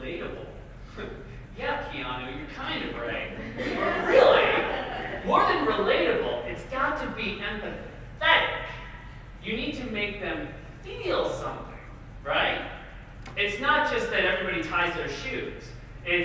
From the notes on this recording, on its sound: I gave an amazing talk at the (Digital Crush Conference) in Washington